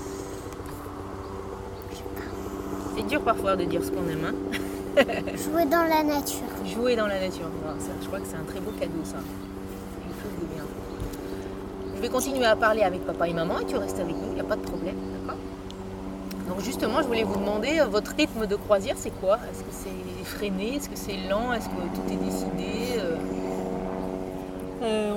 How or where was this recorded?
outdoors